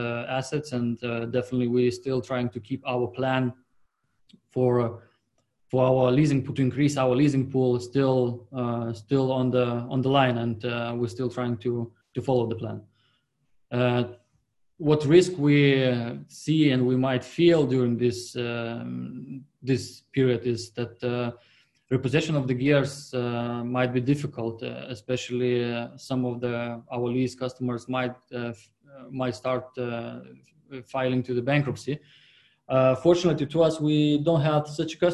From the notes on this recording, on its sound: APTN Zoom Call #8.